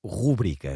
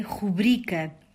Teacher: Em português, a palavra é grave, sem acento. A sílaba tônica é a penúltima, bri. · Shown in: second take